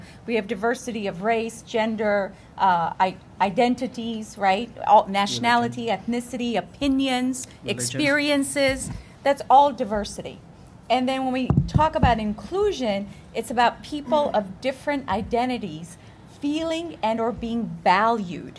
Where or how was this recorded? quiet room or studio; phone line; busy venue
busy venue